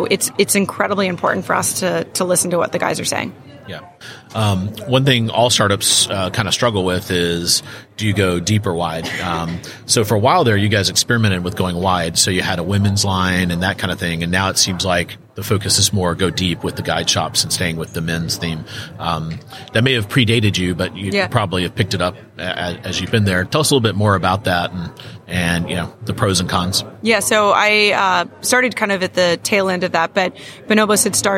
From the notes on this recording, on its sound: sat down for an interview live from the NRF Big Show